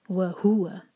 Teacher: ہو پر زور دے کر پڑھیں گے ورنہ یہ ایک ورڈ کی طرح سنائی دے گا